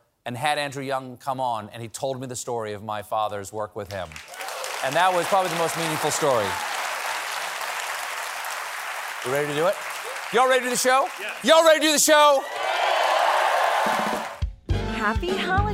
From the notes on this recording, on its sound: Every night before taping the show, our host takes a few questions from the audience.